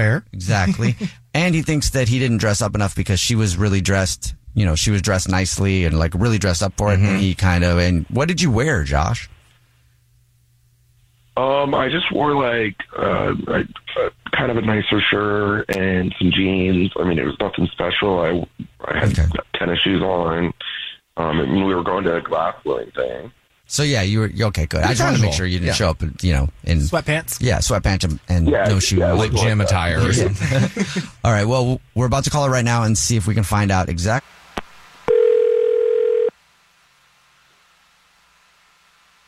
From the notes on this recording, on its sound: We get that other person on the phone